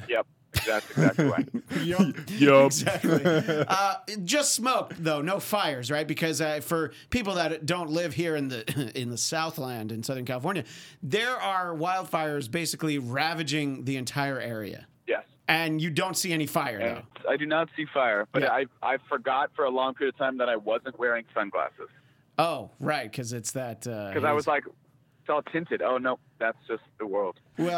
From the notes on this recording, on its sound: Are in studio. Via the telephone.